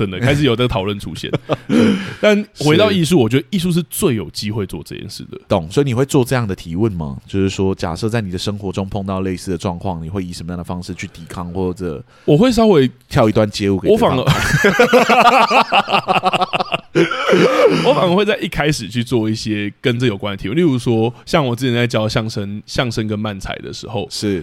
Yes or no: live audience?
no